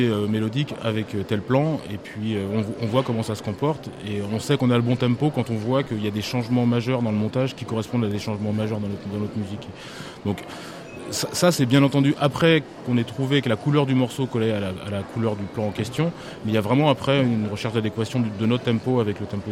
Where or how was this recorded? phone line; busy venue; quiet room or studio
busy venue